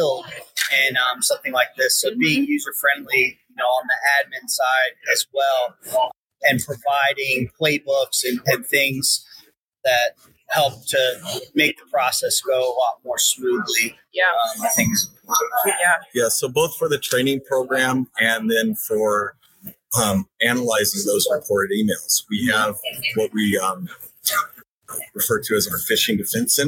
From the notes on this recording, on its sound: Recorded at TribalNet.